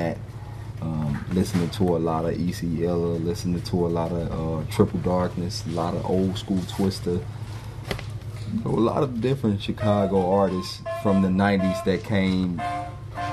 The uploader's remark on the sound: We recorded the conversation live at Hyde Park Records